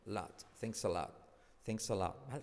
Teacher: Y la T casi no se pronuncia